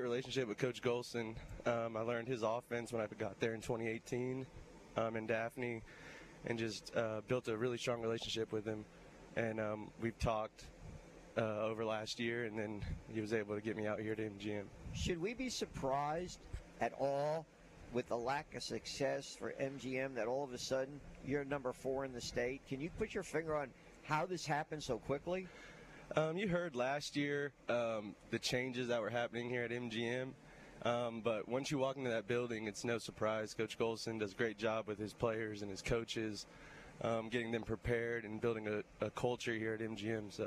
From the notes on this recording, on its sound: High School Gameday at Mary G. Montgomery. LIVE from MGM before their Thursday night game against Alma Bryant!